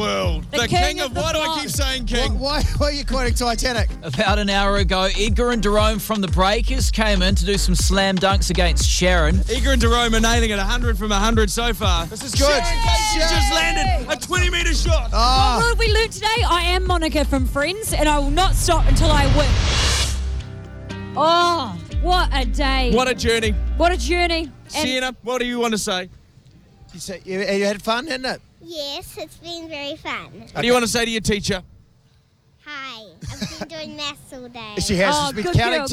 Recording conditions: busy venue